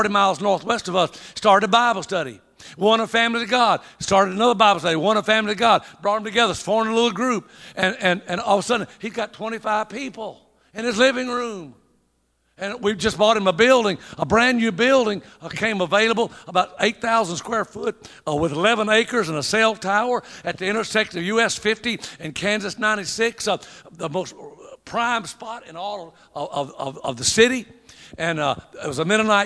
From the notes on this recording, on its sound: At the Church Growth & Planters Conference 2021. This is a local OHNAM Conference designed for church planters in the Ohio region.